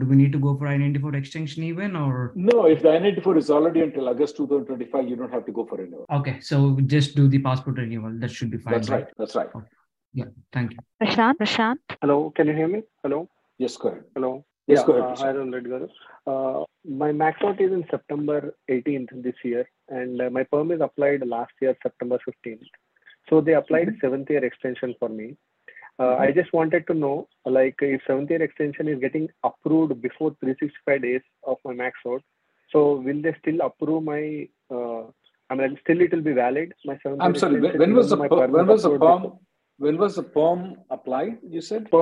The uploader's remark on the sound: Conference Call Jun 27th 2023